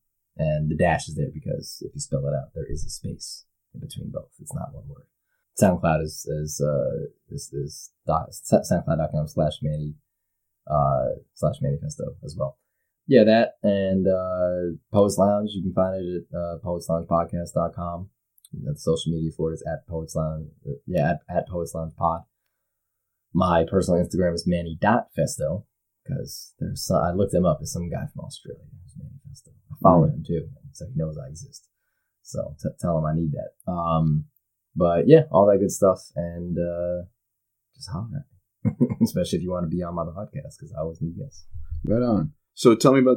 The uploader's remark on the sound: There was a problem with the audio when we played back the recording, and the method I had to use to fix it muffled the vocals a bit.